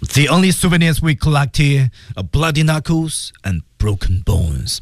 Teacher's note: 一升一降，最后还是要降 · Term: 整体降调